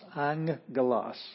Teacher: But since today is devoted to pronunciations, whenever you have two gammas in a row, or a gamma that precedes a kappa, xi, or chi, the first gamma has a ng sound, ng, ng. And then the second gamma actually does still have the g sound, which is not like j, it's not like jif, it's g, as in girl. It's a hard G.